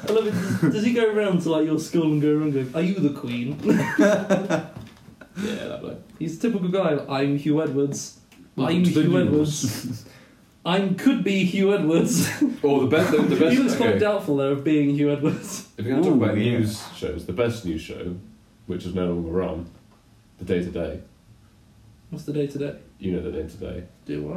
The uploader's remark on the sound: We don't know why the audio is so bad.